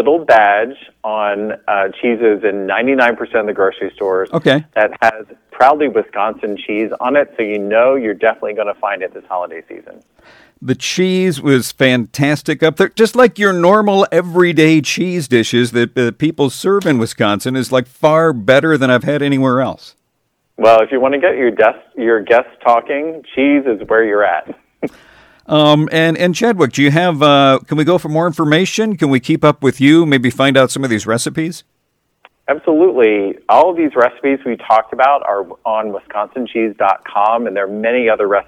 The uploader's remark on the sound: called